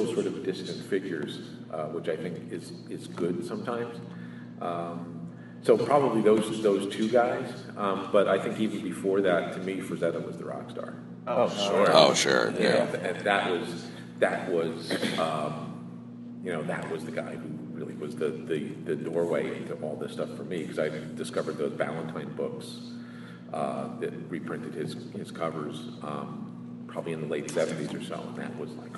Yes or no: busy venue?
yes